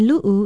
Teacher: Be sure to sound the glottal stop, or okina, as we call it in Hawaiian.